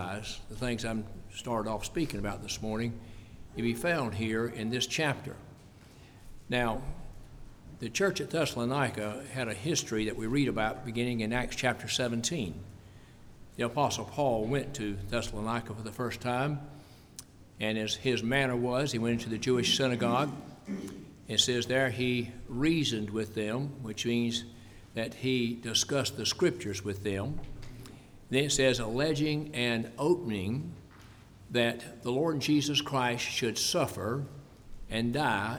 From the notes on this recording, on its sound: preached at the constitution service for Blooming Grove Primitive Baptist Church